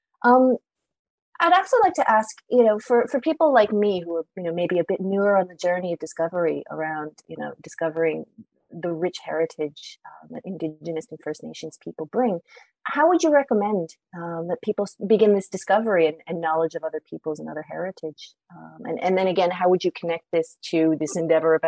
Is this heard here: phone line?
no